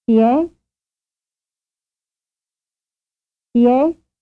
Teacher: If instead of a drop in pitch level, there were a rise in pitch, the question would not be the one most usually heard, and would sound like, chi è?